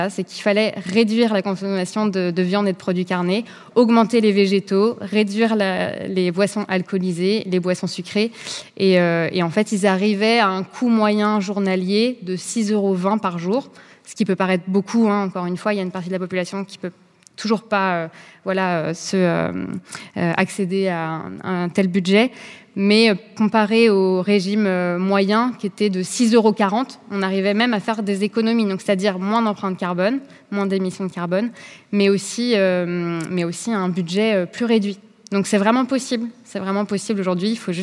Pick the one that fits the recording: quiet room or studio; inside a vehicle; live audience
live audience